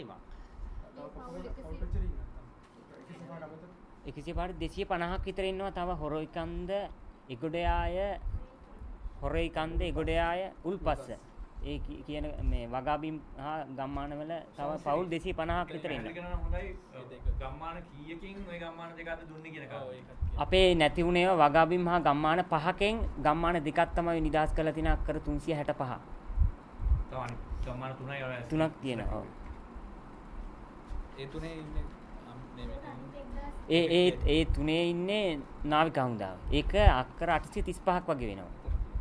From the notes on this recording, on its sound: Media Conference, Unedited. Colombo.